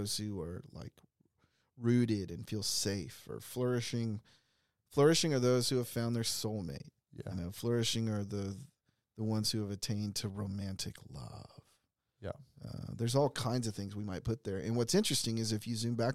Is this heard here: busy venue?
no